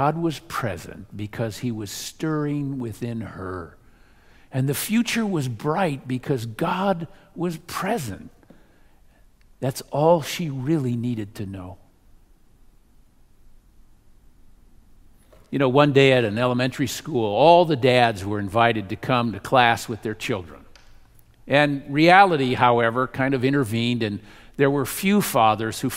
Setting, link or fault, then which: setting, large echoing room